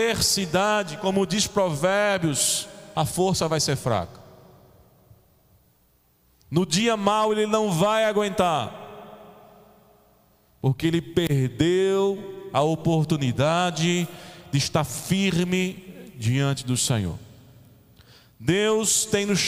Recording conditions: large echoing room